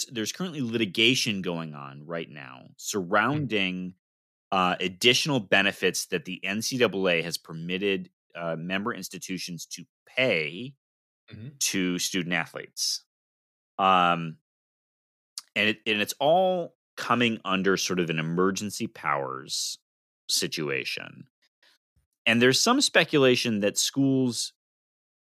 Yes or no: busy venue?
no